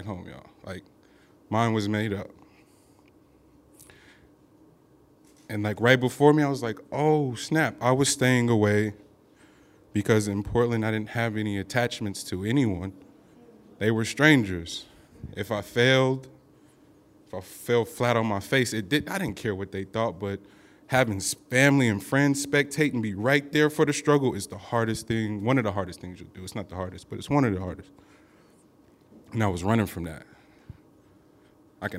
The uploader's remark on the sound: Today we're playing back stories recorded at our last kickback in Oakland. Live shows like this one.